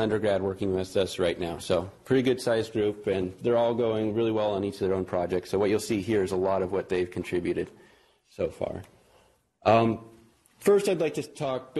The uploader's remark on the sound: Norris Cotton Cancer Center Grand Rounds.